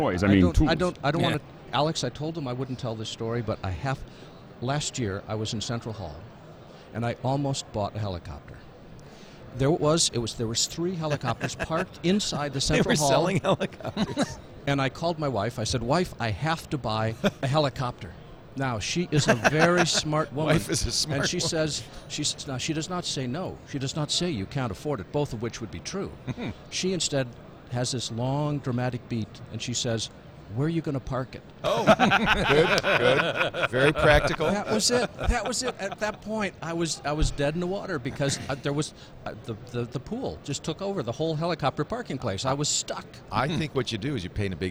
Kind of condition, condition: setting, busy venue